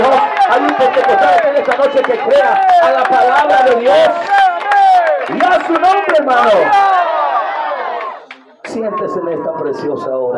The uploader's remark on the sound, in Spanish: Audio Predicación registrada el 28-enero-2023 en Iglesia Pentecostal Unida Internacional El Salvador en Aldea Bolaños Santa Ana.